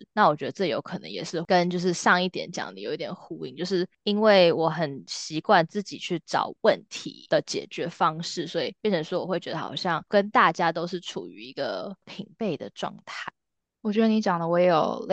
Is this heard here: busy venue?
no